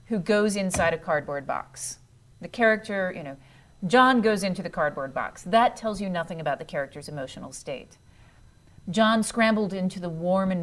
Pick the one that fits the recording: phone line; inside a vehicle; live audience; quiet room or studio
live audience